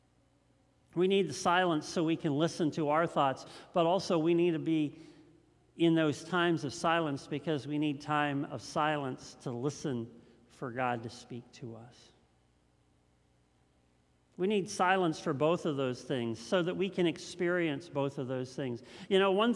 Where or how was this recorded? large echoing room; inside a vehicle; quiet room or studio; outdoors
large echoing room